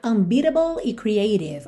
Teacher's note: Como as duas têm T no meio, também poderia ser unbeatable e creative. Ou seja, esses dois T's poderiam ser reduzidos para rarara